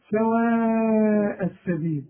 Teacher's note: شوف اللام بتاعت السبيل، شفت بقى مرققة ازاي